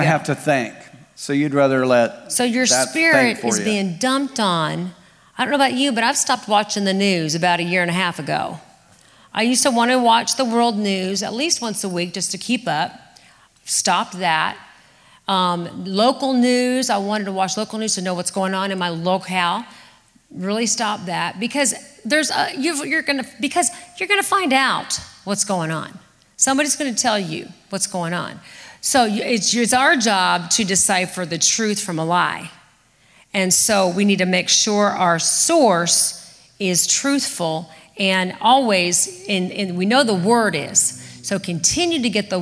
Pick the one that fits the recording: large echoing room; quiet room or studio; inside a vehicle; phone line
large echoing room